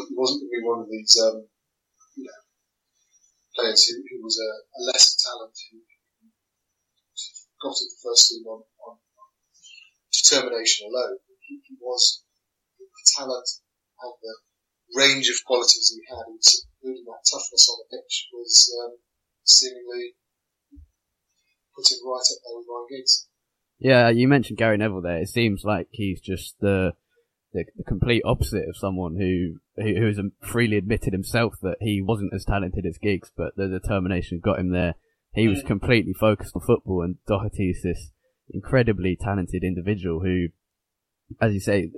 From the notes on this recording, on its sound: Apologies for the poor quality of sound in this episode.